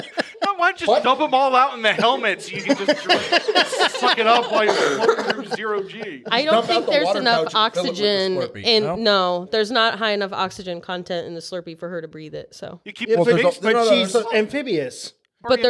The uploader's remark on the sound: Chaotic Goodness Live! The audio of our second ever live show at Rune and Board in Hillsboro, Oregon!